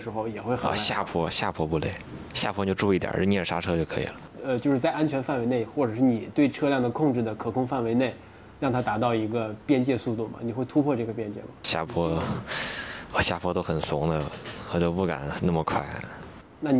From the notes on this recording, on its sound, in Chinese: 首届“环西自行车赛中国挑战赛·北京昌平”的现场。我们在终点位置等候完赛选手进行采访。